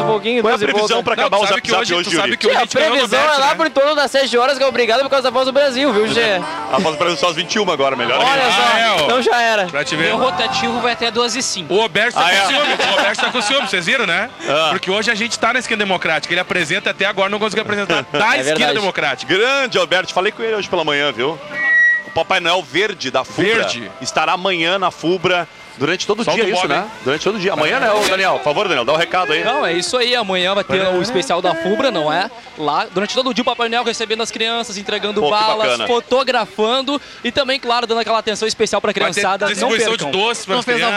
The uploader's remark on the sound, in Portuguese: Especial Invasão 97 ao vivo da Esquina democrática.